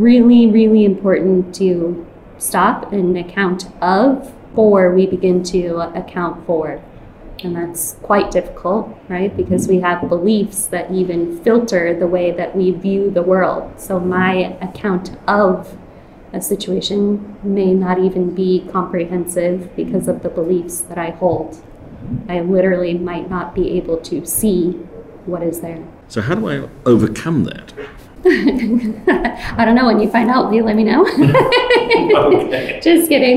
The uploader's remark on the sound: In this episode recorded at QCon London 2019